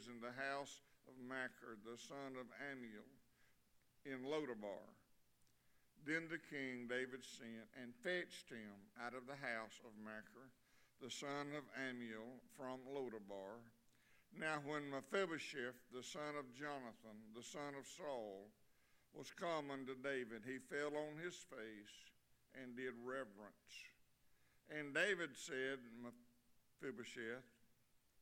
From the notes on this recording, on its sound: Sunday evening service. Liberty Baptist is a wonderful, growing, and encouraging body of believers just outside Tifton in the Harding community.